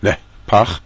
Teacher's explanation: That's a nun with a hey, which has a shva nach under it, so you have to aspirate it a little, nehpach.